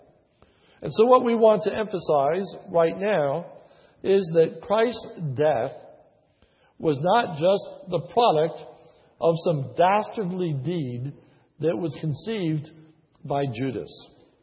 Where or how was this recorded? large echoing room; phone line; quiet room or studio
large echoing room